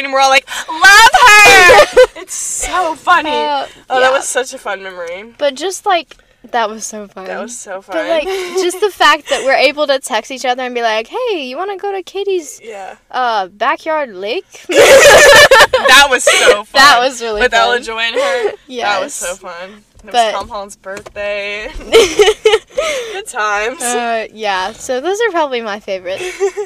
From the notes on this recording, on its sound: Live from a Starbucks parking lot!